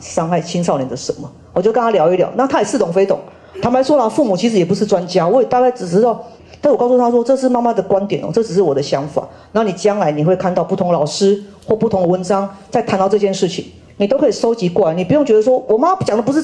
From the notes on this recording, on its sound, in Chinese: 人文讀書會現場錄音